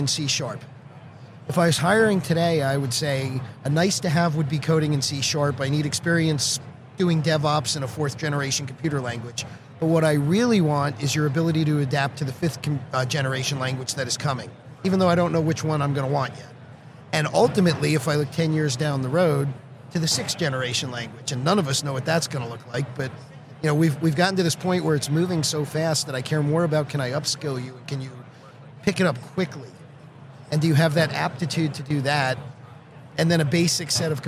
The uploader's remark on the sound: Live at the HR tech 2022 conference